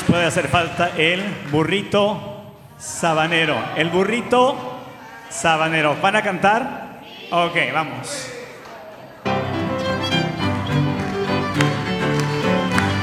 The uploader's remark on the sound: Live from 12pm Mass at Saint Mark Parish.